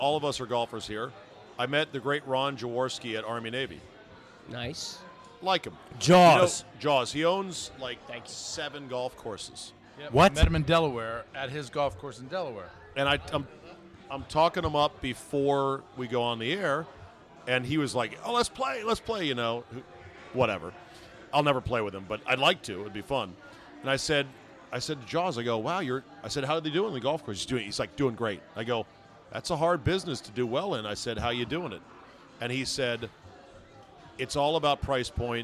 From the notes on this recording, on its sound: RECORDED LIVE at DC PRIME STEAKS in Ashburn VA.